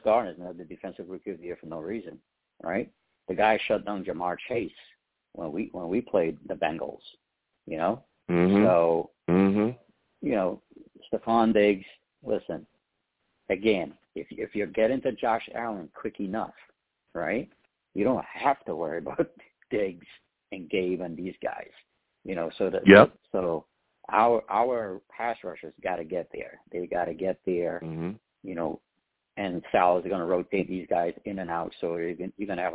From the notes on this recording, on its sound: Tonight, live at 7pm eastern. I take live calls!